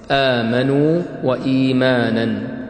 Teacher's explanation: حفص عن عاصم لا يمد هذا المد إلا بمقدار الطبيعي فقط، بمقدار حركتين · Term: مد البدل